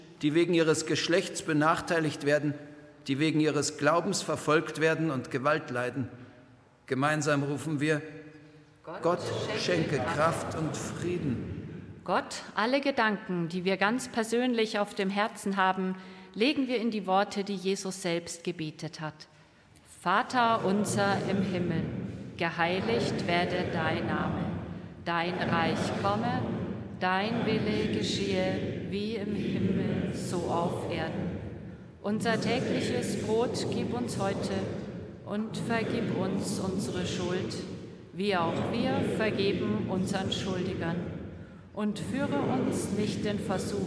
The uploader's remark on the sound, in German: Live-Gottesdienstübertragung aus der Erlöserkirche in Herrsching